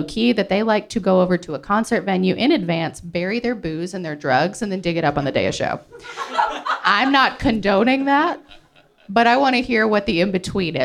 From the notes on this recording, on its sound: This week you’re joining us live from the Bottlerocket Social Hall in Allentown where we’re celebrating the best of summer music with the Pittsburgh Independent.